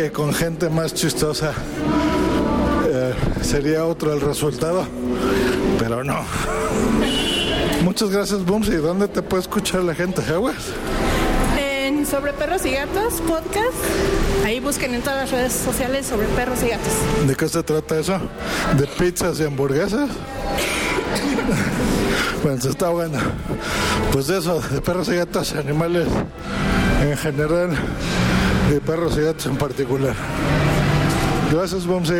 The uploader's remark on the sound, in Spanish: Desde el metro de la CDMX. Ultragain Pro MIC2200.